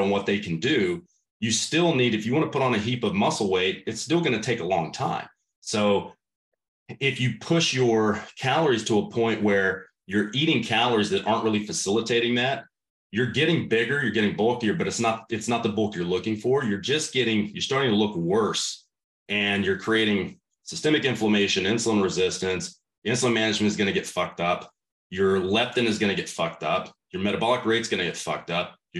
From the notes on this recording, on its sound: This conversation was recorded as part of my virtual summits.